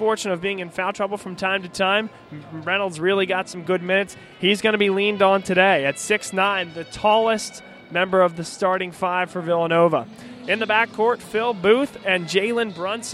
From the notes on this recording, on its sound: BLS is live from the Pavilion on the campus of Villanova, as we broadcast live our pregame show for the season opener for the 2015-2016 National Champions.